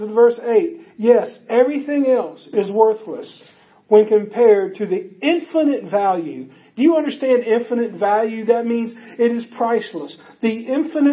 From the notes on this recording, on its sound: Audio is taken from a facebook live event on our church's facebook page.